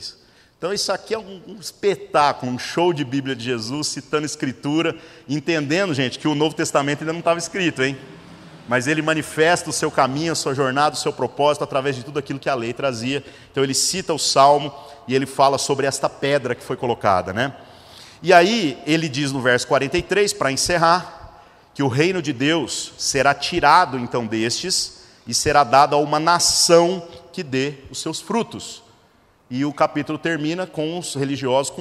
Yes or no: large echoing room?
yes